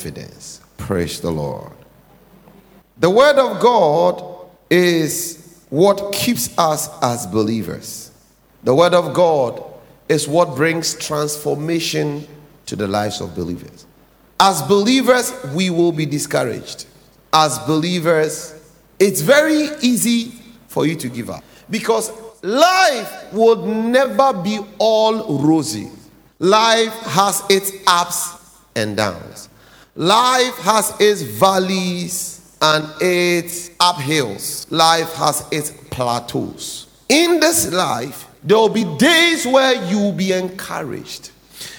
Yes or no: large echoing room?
yes